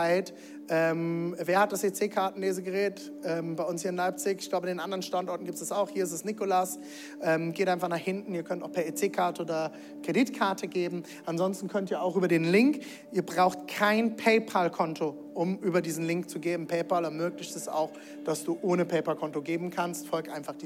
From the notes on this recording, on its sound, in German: Zeal Church Leipzig. Audiomitschnitt der Predigt.